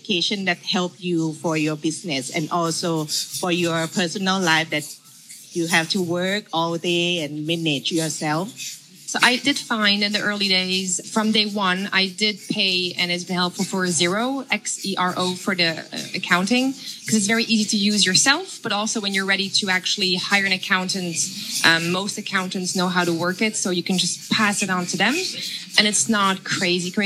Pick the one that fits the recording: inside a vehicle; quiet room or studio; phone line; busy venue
busy venue